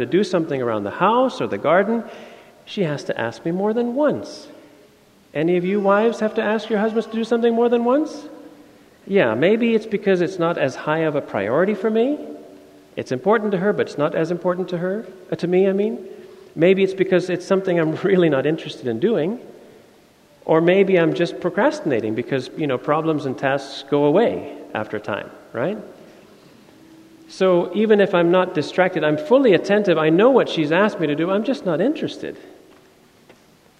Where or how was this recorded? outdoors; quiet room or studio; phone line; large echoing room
large echoing room